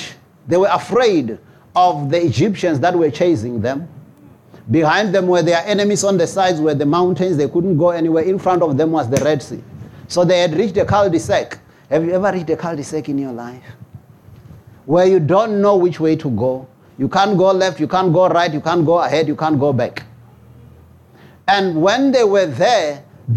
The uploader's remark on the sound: preached at Jesus the Saviour Church, 185 Bobs Way, Eersterivier, Cape Town on 18 February 2024.